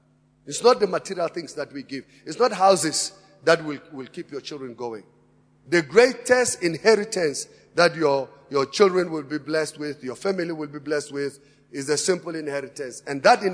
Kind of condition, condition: setting, large echoing room